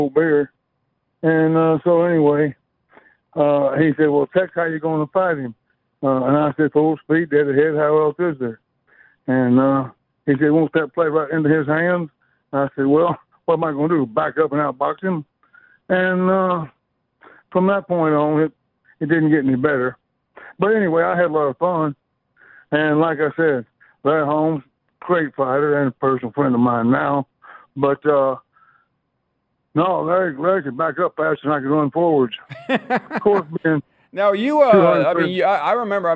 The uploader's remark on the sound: of course we take more of your phone calls.